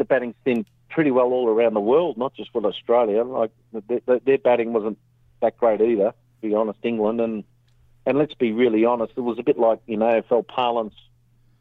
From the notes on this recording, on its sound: is on the phone from India